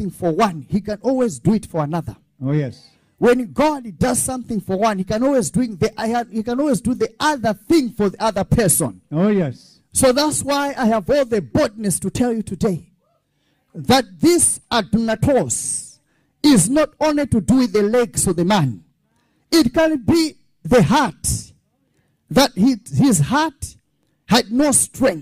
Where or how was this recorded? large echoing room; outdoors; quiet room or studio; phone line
large echoing room